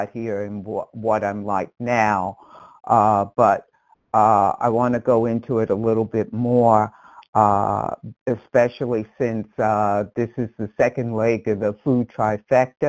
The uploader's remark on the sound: 100 Pounders Phone Meeting